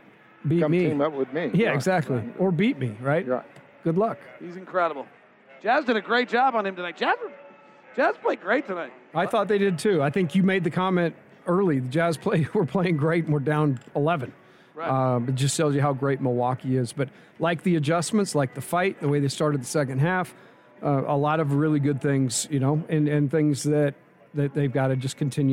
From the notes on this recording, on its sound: Postgame press conference audio